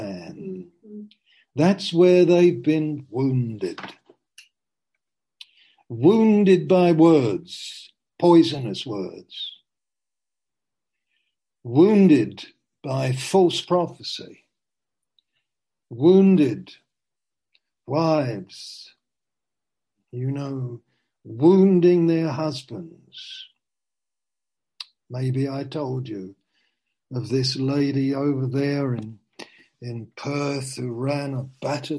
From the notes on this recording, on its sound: Zoom. Teign Valley Sessions.